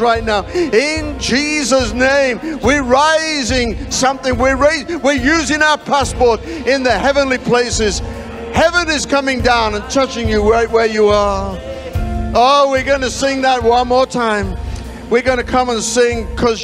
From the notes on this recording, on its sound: live from Destiny Church, Wakefield, UK